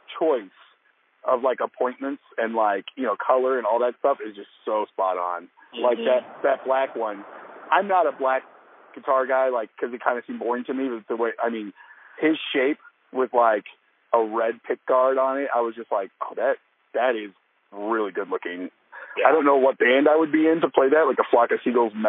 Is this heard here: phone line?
yes